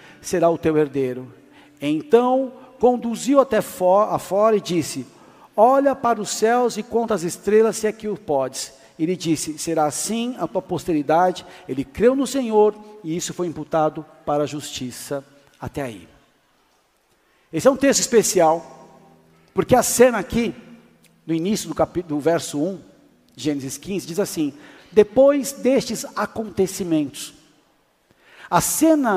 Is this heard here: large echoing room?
yes